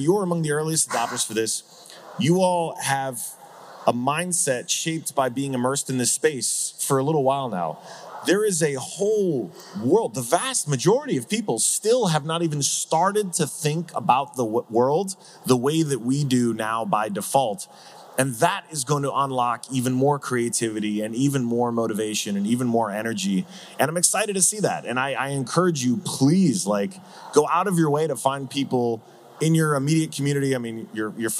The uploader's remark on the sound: Live from Breakpoint 2021